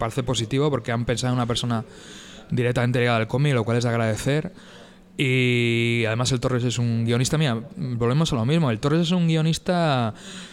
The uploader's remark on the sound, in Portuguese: Gravado no bar La Maleta de Coruña.